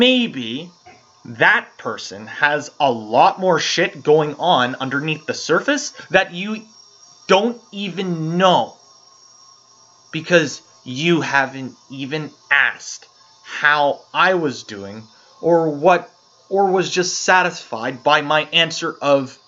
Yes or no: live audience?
no